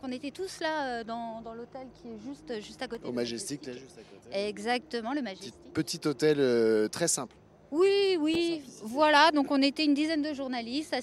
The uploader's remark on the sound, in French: Dans les coulisses du festival. En direct de la Croisette.